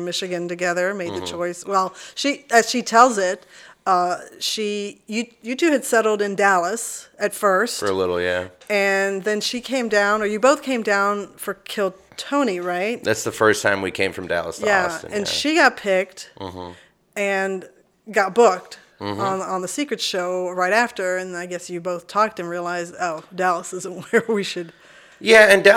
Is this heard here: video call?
no